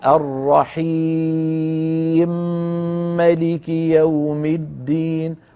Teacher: ربحت تي اجتمع تاءان، تاء ساكنة وتاء ايه، لكن لما نقول الرحيم ملك يوم الدين هنا اجتمع ميمان، لكن الميم الأولى متحركة، الرحيم ملك، فسكننا الميم الأولى من أجل الإدغام وأدغمناها في الثاني، هذا اسمه إدغام كبير.